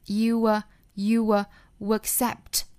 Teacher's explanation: You 和 accept 连读加 w